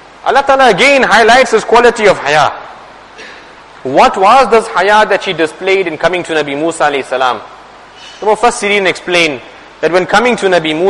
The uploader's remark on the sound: Jumuah lecture